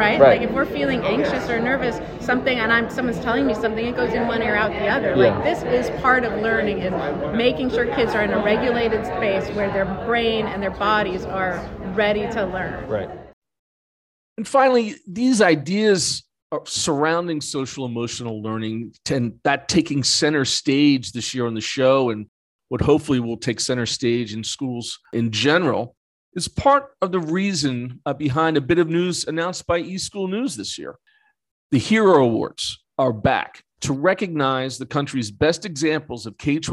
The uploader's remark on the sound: On the ground at ISTE Live22. Comes live from one of the nation's largest edtech conferences. At least 15,000 educators and edtech enthusiasts are gathered in New Orleans for ISTELive 22 .